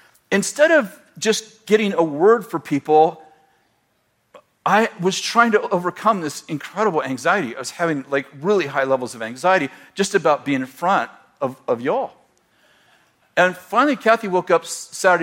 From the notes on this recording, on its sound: throwback sermon from January 7th, 2018, at Bethel Church in Redding, CA